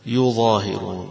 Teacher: قرأها عاصم هكذا: يظاهرون بالألف وبالتخفيف فيها، باقي القراء يثقلونها، فقرأها نافع ابن كثير وعمر ويعقوب: يظهرون